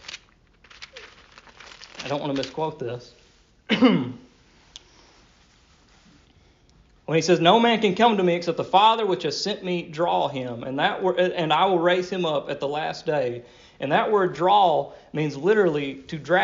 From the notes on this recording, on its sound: Delivered at Rocky Springs Primitive Baptist Church